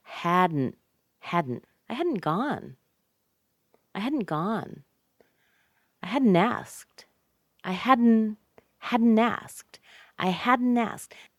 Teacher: They don't remove the tongue from the teeth. They switch the air from the mouth to the nose.